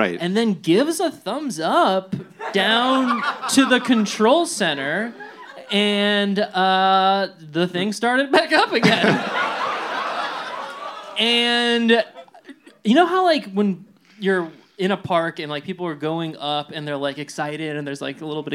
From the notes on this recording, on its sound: Recorded live at Dynasty Typewriter.